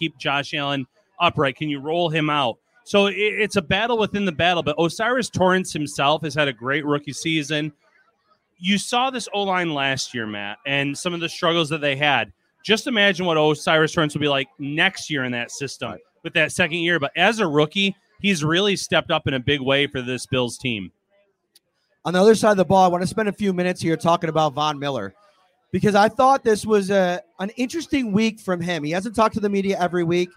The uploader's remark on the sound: live from Wingnutz Bar & Grill in Amherst.